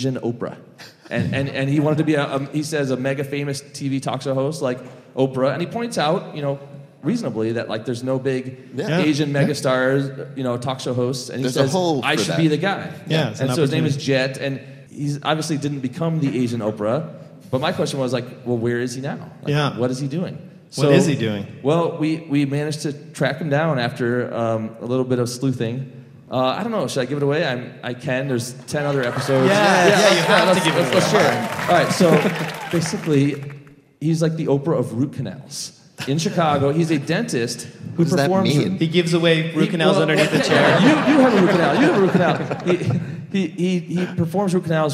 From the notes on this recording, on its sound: This week, it’s a special podcast episode taped LIVE at the Now Hear This podcast festival!